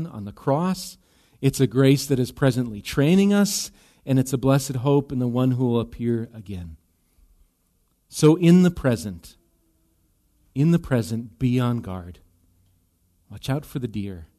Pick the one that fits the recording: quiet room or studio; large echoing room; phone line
large echoing room